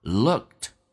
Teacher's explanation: looked 这个单词呢，那么 t 可以不用发音或发出来一点点都可以，取决于速度